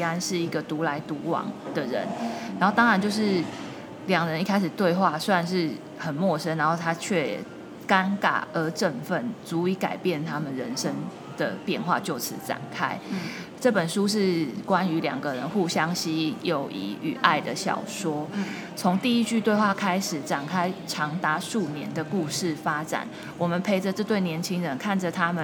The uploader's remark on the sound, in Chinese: 因為入住在台中勤美誠品樓上。錄音地點為starhostelLobby #starhostelLobbyLive系列 #環境音依舊但可忍受。